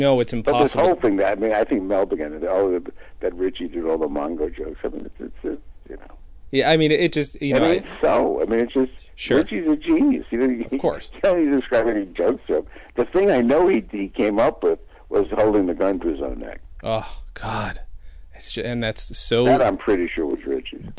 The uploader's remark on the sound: By phone from New York. Comedy on Vinyl is recorded at Fort Awesome Studios in beautiful downtown Burbank.